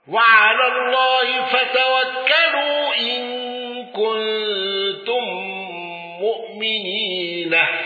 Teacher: الأصفهاني بقصر المنفصل والإبدال واندرج معه أبو عمرو